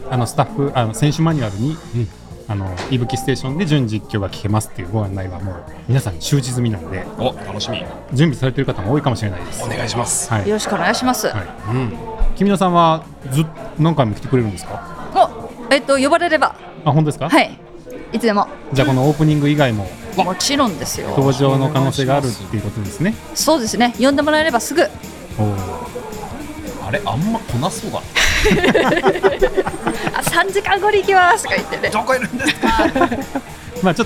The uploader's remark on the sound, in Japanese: LAKE BIWA 100。大会受付会場での収録のため背景音が大きくなっています。